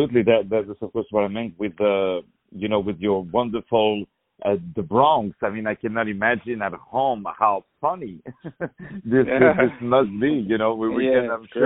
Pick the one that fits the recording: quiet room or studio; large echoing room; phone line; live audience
phone line